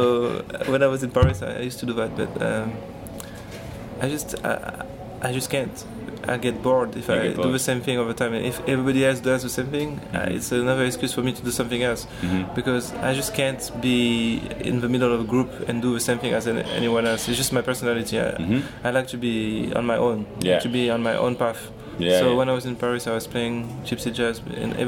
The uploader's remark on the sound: We did it in his hotel lobby with a zoom recorder, apologies for the sound quality. There are some moments when the businessmen around us talk a little loud on their conference calls so you may be able to hear them!